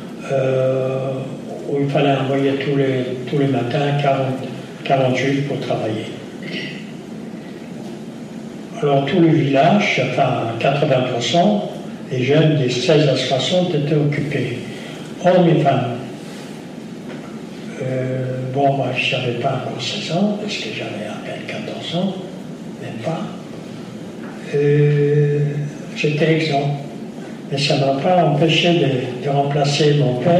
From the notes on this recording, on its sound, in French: raconte, lors de cette conférence, son histoire